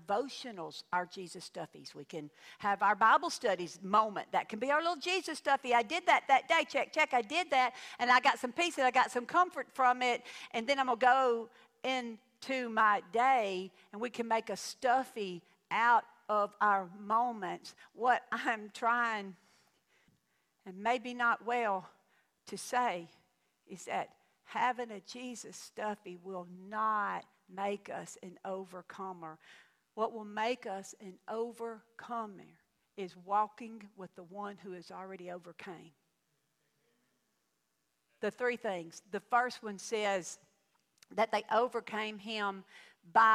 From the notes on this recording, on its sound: The podcast is a tutorial for living in our troubled times and it was recorded at my home church.